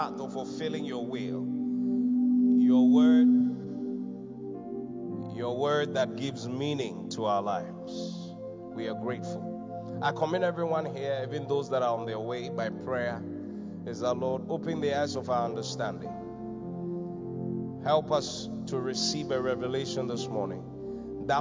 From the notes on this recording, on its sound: Preached at the Qodesh